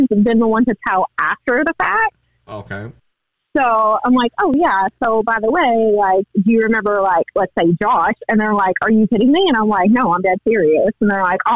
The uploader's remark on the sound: The woman on the phone